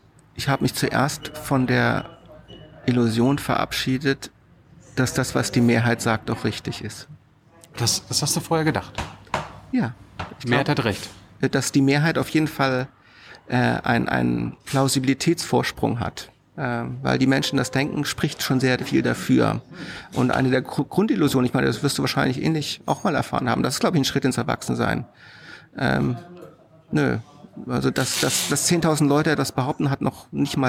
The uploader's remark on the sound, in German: in der Berliner Buchhandlung Ocelot aufgezeichnet